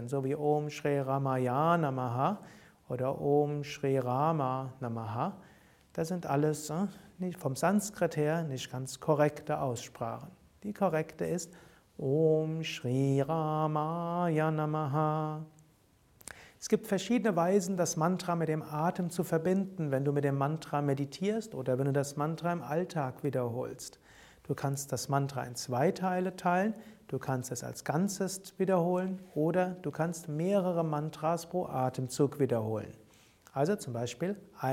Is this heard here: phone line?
no